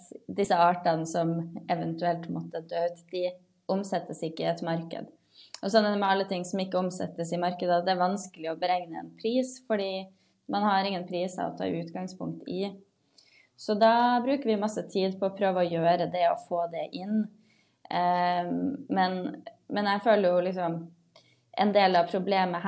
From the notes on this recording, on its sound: Live Zoom